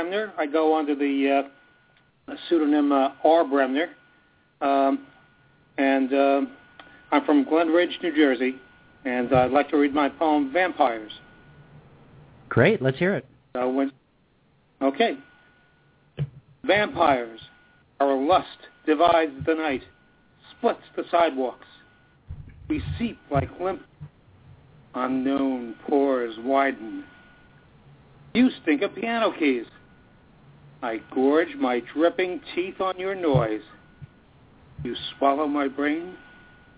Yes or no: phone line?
yes